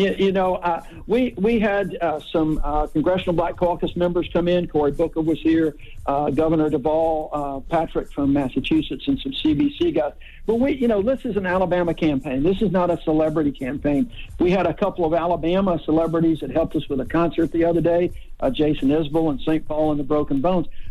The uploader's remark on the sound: We opened up the phone lines to see if our listeners were still supporting Keaton or against him now with all these accusations.